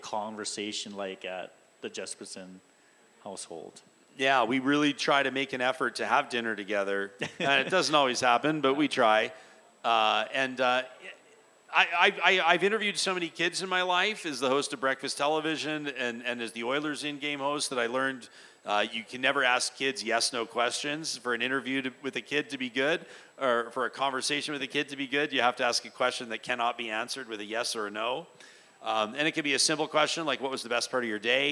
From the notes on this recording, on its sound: joined us LIVE at Arcadia Brewing